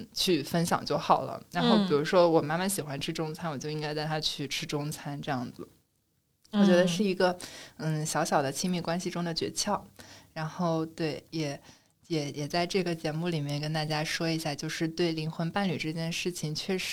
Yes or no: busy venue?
no